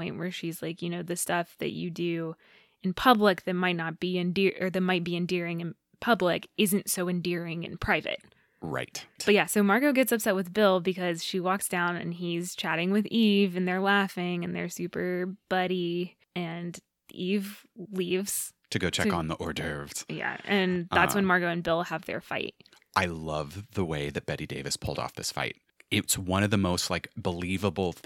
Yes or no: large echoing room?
no